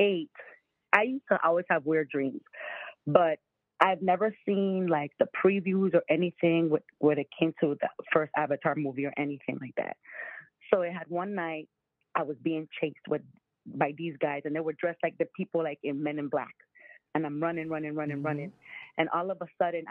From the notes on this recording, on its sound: BIZARRE JUNKEEZ LIVE CALL IN SHOW!